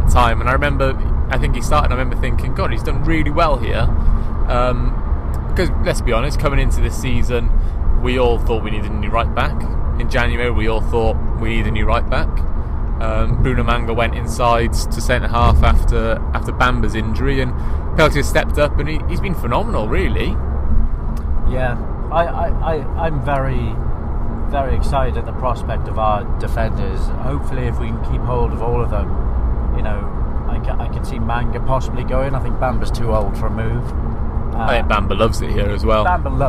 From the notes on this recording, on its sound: VFTN returns with this special episode recorded on the M6 as the team travel to and from the Etihad Stadium for the Football Blogging Awards.